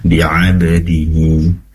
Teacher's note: Baik, izin mengoreksi ketika membaca bi'abadihi, pastikan ainya keluar dari tenggorokan bagian tengah